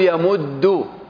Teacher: ما تقول يمدود، تقول يمد، هذا هو القياس. فتقول يمد بعد أن تسكن الأول وتدغم الأول في الثاني، فهنا واجب الإدغام.